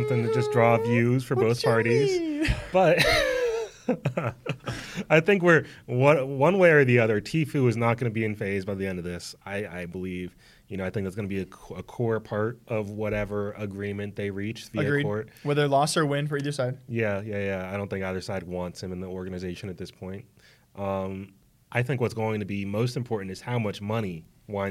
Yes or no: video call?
no